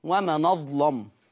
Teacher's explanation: قرأ ورش بتغليظ اللام في لفظ وما نظلم، وبنقول أن السبب في تغليظ اللام في هذه الكلمة لأنها مفتوحة.